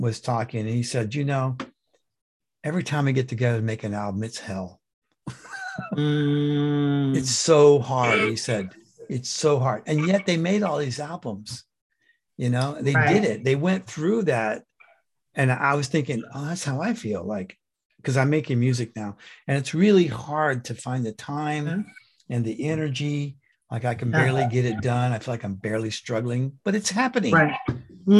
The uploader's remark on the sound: The shows are now all hosted on Zoom.